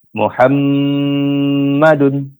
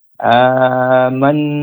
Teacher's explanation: gunnah paling sempurna, akmal matakun. Ya, ini terjadi pada nun dan mim bertasydid